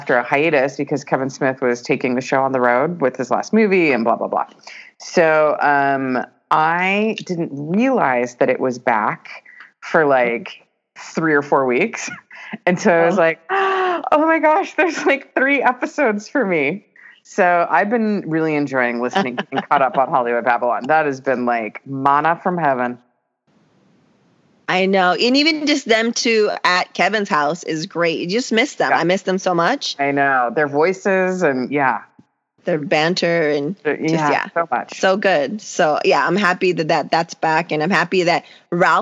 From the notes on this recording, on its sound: Recorded via Skype = Palm Springs + Southern OR.